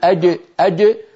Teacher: يخرج صوت جيم مخلوطة بدال فيخرج الصوت الرديم، الرديم صار من الردم مشتق.